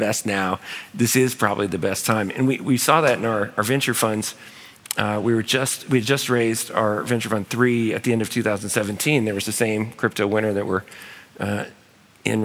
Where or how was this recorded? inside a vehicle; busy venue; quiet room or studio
busy venue